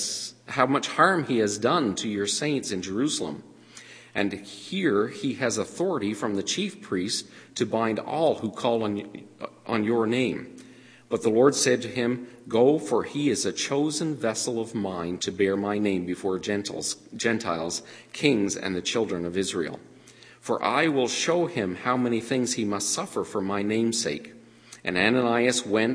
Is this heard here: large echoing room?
yes